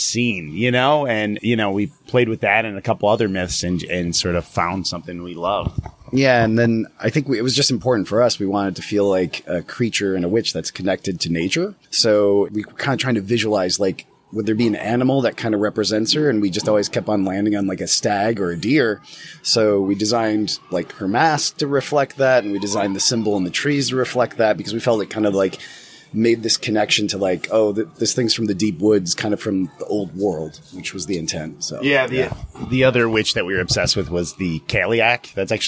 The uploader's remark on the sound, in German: Ein weiteres Interview präsentieren, das wir auf dem letztjährigen Hard:line Filmfestival geführt haben. Zu Gast in Regensburg.